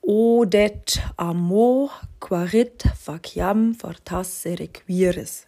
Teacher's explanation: Hier wird jeweils der auslautende Vokal weggestrichen · Term: Elision